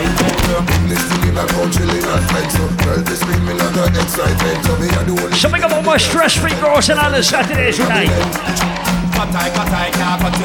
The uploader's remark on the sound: Audio recording of my live set at Island Saturdays on Sept 9th